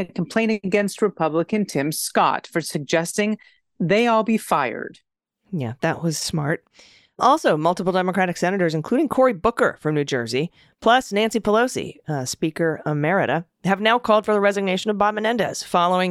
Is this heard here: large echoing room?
no